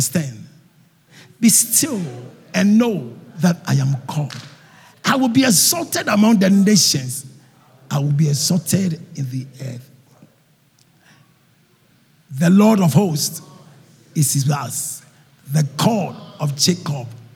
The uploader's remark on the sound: Sermon preached at CBC Shiashie Campus.